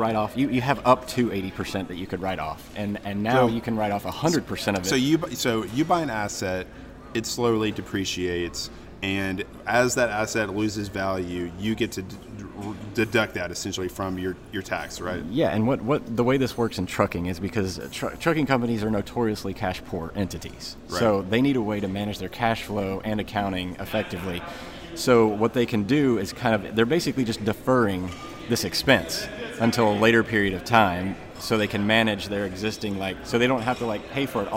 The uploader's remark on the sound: Live from McLeod CFO Conference. Were at the Westin in Nashville for McLeod's CFO conference and recorded a special episode of What the Truck?!?